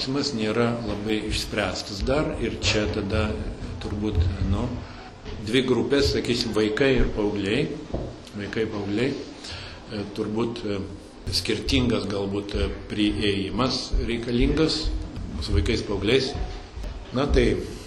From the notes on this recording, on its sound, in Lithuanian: Įrašas iš šeimų festivalio.